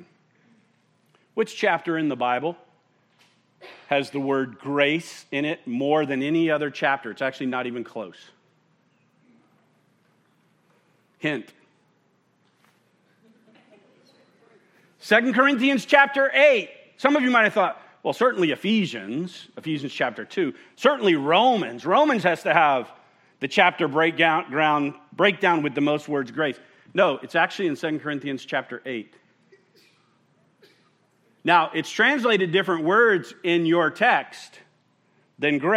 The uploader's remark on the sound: at Murrieta Valley Church in Murrieta, California